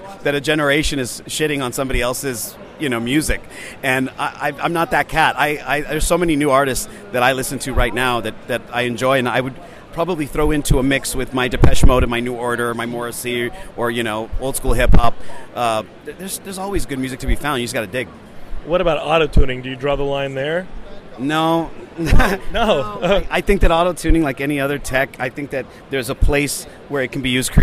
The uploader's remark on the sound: Interviews From WonderCon 2018!